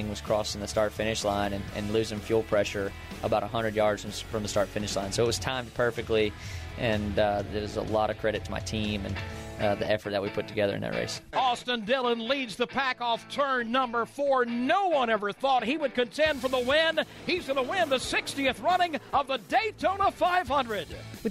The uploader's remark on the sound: On this week's NASCAR Live we are at the Go Pro Motorplex in Mooresville, NC for the 'Little 600'!